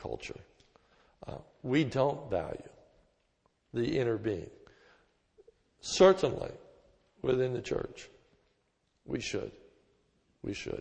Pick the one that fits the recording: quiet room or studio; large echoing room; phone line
large echoing room